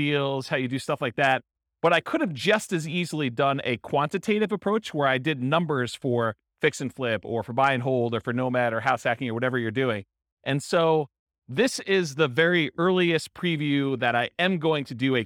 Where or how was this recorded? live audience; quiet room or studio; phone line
live audience